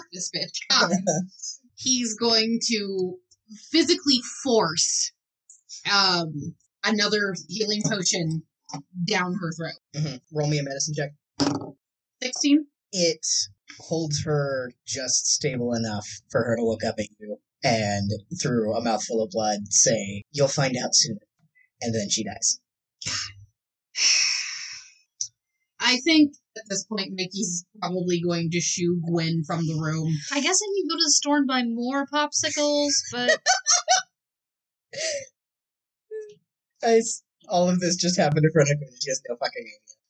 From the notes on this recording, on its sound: Also the audio is slightly messed up, idk why. A few words get inexplicably dropped.